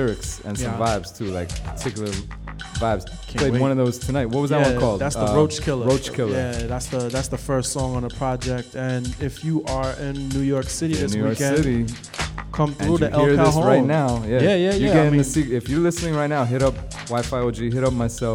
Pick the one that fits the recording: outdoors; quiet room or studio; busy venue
busy venue